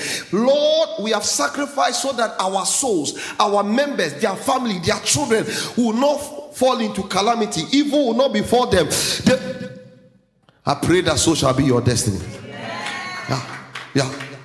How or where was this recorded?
large echoing room